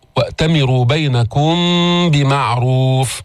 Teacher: إخفاء شفوي، ميم مخفات في اللفظ بغنة عند الباء